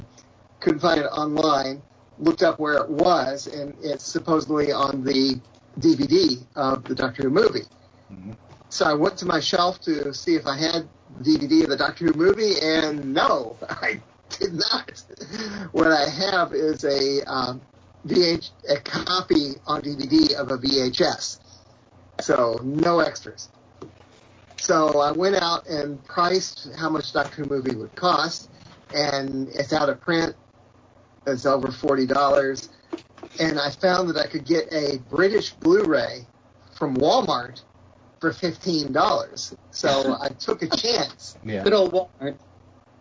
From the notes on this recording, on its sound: Sorry for the terrible sound, there was a major technical cock-up.